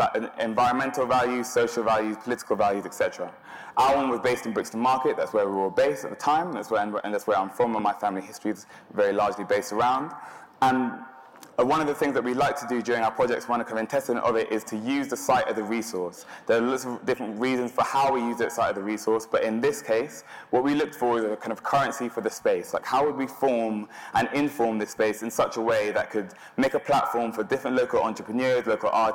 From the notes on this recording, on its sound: An on-stage conversation.